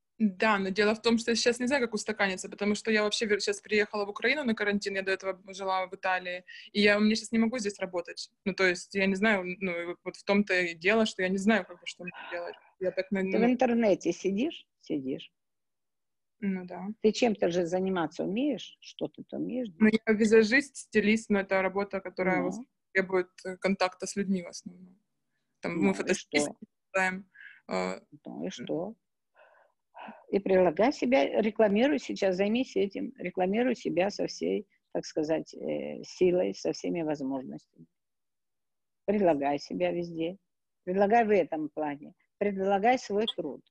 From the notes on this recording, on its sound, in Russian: Запись прямого эфира Zoom